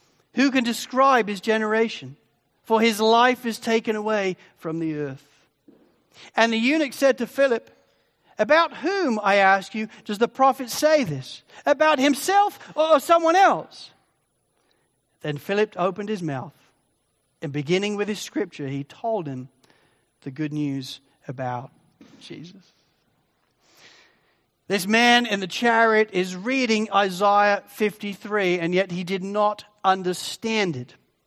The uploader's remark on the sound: Sermon recording from Sunday 4 Jun 2023